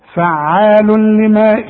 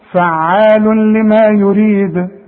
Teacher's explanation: فعال وبعد لام يحصل ادغام، ادغام كامل بدون غنة، وننطق مع بعض الكلمة دي، فعال لما، شوف، فعال لما يريد، شوف، فعال لما، ما فيش غنة.